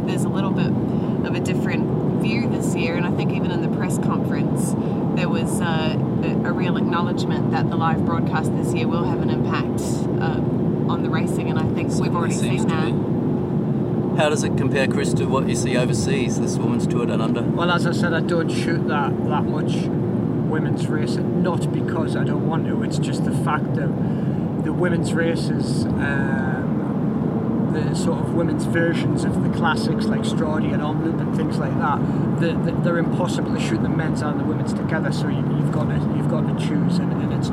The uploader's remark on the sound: Recorded in a van enroute to Stage 3 of the 2020 Santos Women's Down Under.